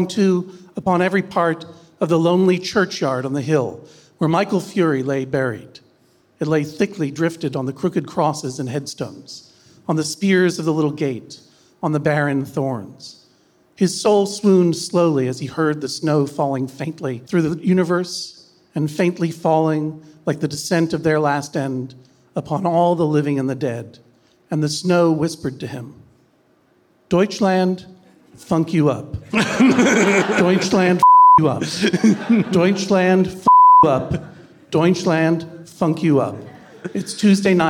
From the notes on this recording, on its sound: This episode was recorded LIVE at Liberty Hall in Dublin, Ireland!